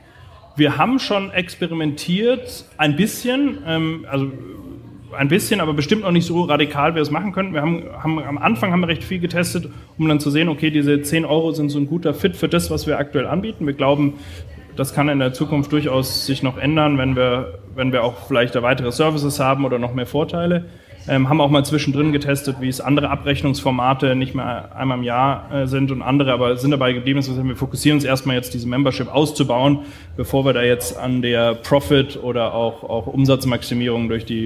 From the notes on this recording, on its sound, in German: Live Podcast aus Zürich